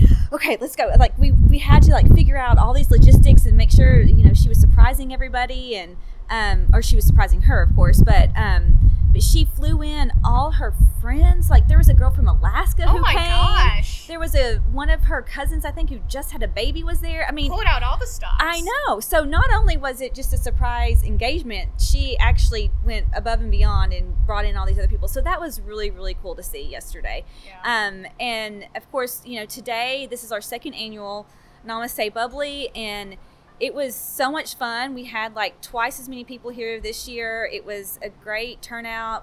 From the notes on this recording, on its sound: Live from the Bridge: Wine Over Water 2018. I chronicled the excitement of my Wine Over Water weekend.